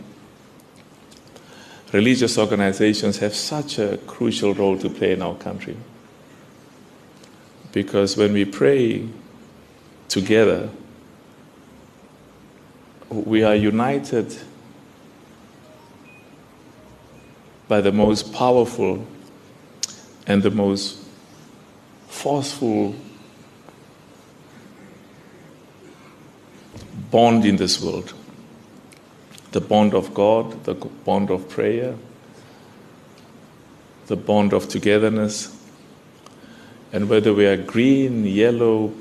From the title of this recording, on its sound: during Jumuah at the Darul Islam Masjid